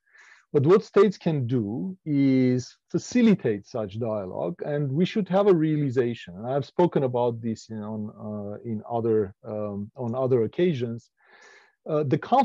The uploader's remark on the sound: This panel was part of the virtual 2021 REECAS Northwest Conference.